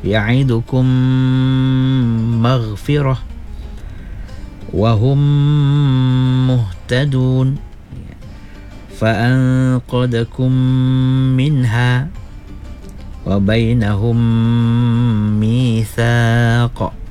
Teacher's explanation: memasukkan huruf mim mati ke dalam huruf mim yang berbaris di hadapannya dan didengungkan sebanyak dua harkat · Term: idgham mislain